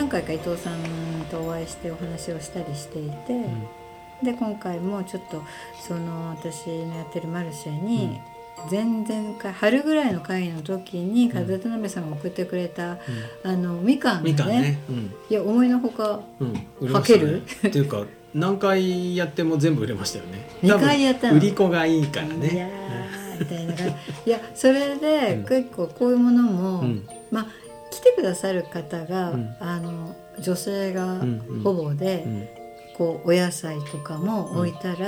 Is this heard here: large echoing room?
no